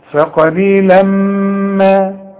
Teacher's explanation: الميم من حروف الادغام، هتغم وغن